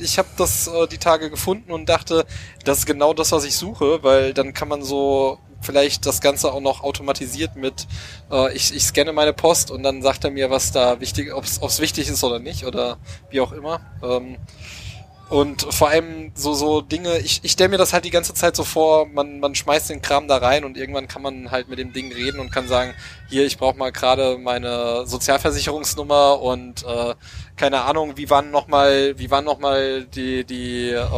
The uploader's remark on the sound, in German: Live vom CCCamp 2023 aus Mildenberg in Brandenburg.